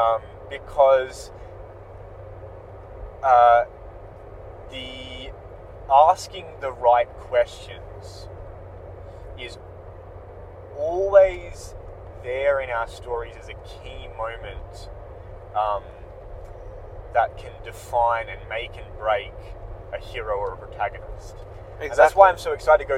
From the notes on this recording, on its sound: This re-upload features improved audio. Improve the quality and remove some of the sounds of the car.